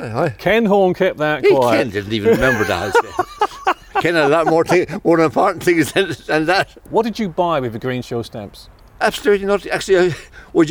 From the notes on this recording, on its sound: I met up with him outside the building for a chat